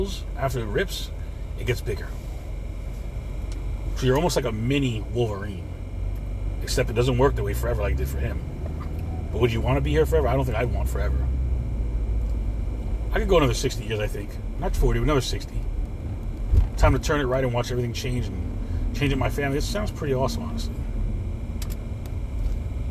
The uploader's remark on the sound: CarCast